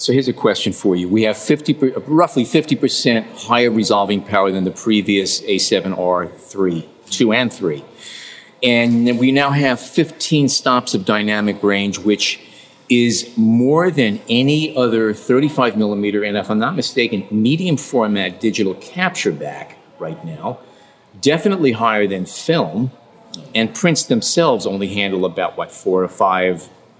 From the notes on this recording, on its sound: We took our portable recorders to an elegant mansion along Central Park, which had been decked out by Sony as a series of stylized photography sets, complete with full lighting, backdrops, and models. They also happened to have on hand many brand-new Sony Alpha a7R IV Mirrorless Digital Cameras and hundreds of lenses for the guests to shoot with in these mini studios.